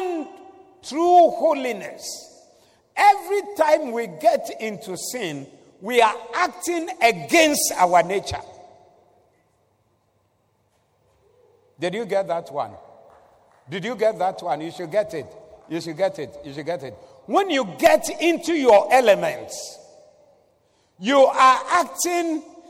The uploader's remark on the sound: Preached at the Doxa Service.